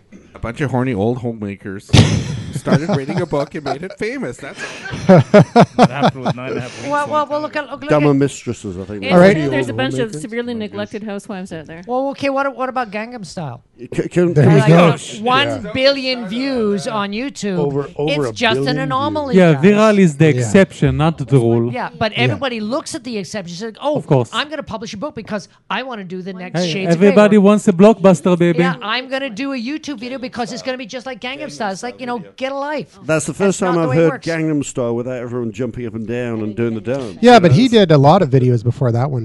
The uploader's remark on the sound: The Bunker Project is recorded with a live interactive studio audience. A show in person in downtown Vancouver.